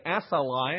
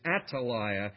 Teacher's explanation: Hebrew has a rough breathing or an aspirated T that is there. So it's not actually a TH sound · Shown in: second take · the way we would.